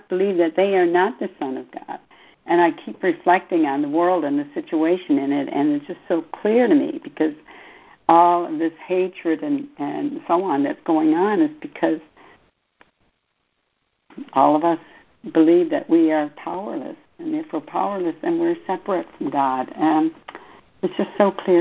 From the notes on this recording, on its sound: ACIM Daily Conference Call